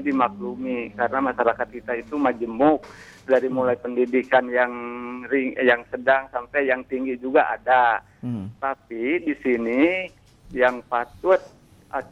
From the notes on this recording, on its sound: by Phone